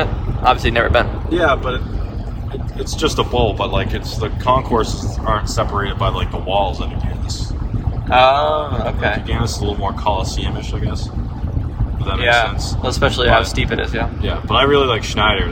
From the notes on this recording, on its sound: a special "carcast" on their drive from Orono, Maine